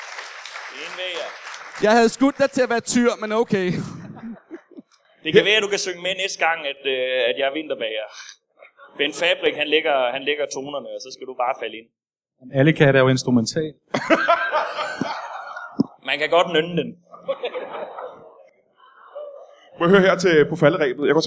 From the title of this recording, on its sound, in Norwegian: LIVE fra Comedy Zoo